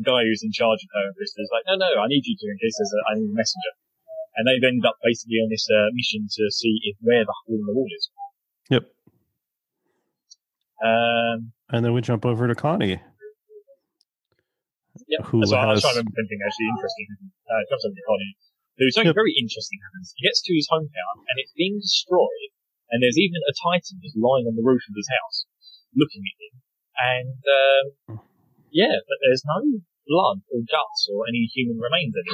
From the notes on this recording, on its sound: bad-ish audio quality